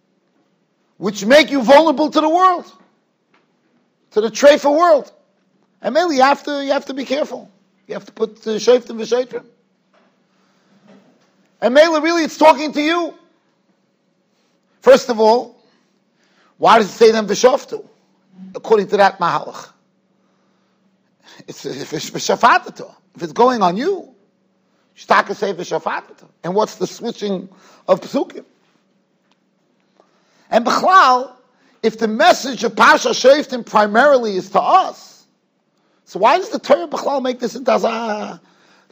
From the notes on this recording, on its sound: Shiur recorded in Yeshivas Ohr Reuven, Monsey, NY.